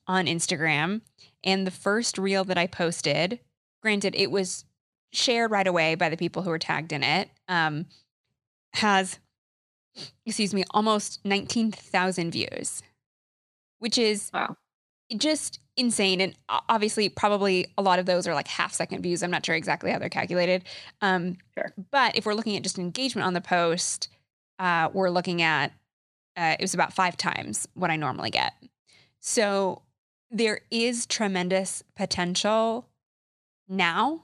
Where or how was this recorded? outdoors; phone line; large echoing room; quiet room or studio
quiet room or studio